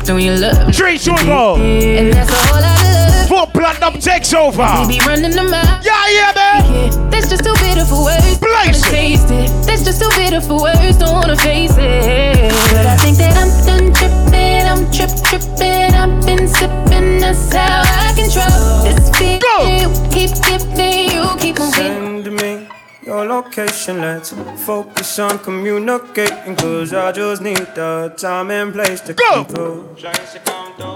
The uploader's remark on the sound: 3RD ANNUAL VIRGO CELEBRATION BLACK & WHITE AFFAIR 9.4.21 LIVE AUDIO. (SET 1 AND SET 2).